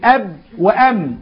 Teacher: الميم والباء بإطباق الشفتين